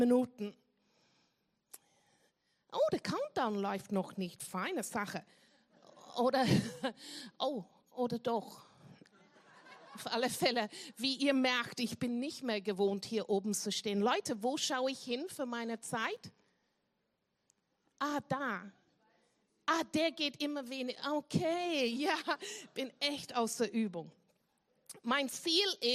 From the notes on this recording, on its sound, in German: Gottesdienst live aus der LIFE Church Wien.